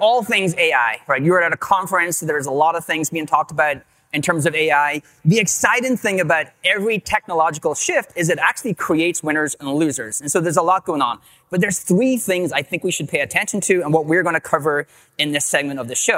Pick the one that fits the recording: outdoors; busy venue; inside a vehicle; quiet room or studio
busy venue